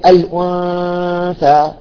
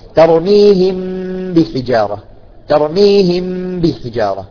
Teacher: النون والميم مخفيتان، يعني نقول إخفاء شفوي أو حقيقي أو إقلاب · Term: الغنة الكاملة